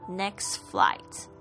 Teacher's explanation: Next flight 就很快的这个 T 呢好像被弱化掉了，直接嘴唇就开始闭起来念这个 F 的这个声音